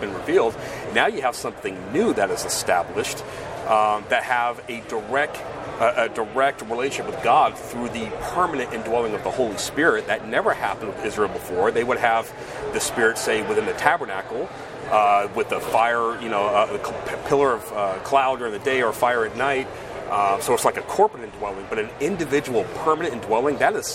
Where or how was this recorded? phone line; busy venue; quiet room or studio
busy venue